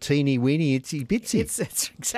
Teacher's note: And then we've got teeny weeny itsy bitsy. And they're all high vowels